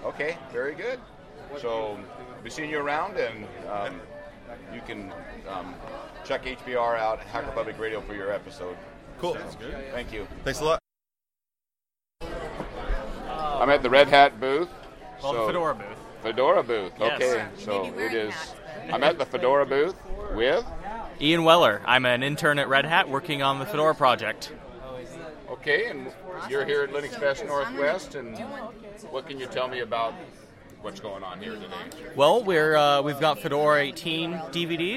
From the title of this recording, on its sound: On Location at LinuxFest Northwest